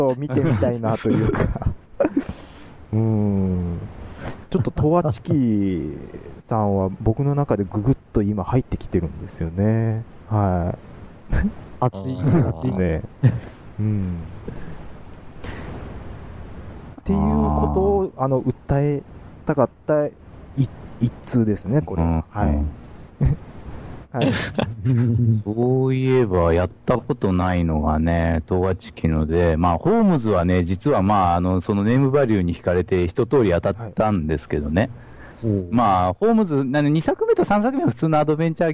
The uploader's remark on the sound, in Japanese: Skypeの不調や録音機材の不調で今回の音質は良くありません。